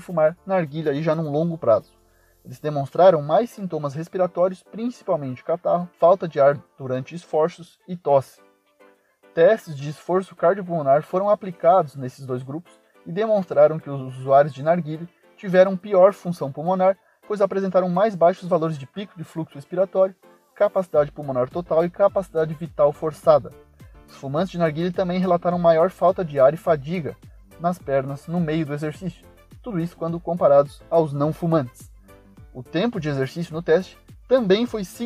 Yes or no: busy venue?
no